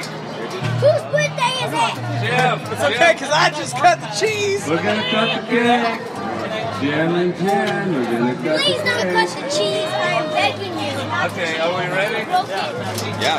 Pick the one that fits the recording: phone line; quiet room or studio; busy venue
busy venue